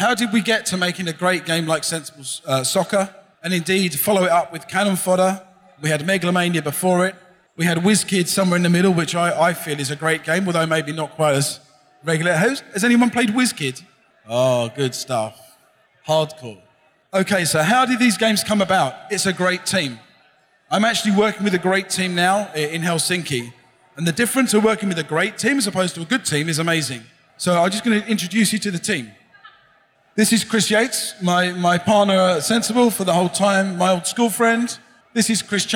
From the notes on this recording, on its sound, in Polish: Nagranie to jest zapisem sobotniego panelu na scenie głównej festiwalu Pixel Heaven 2016 . Prelekcja w języku angielskim.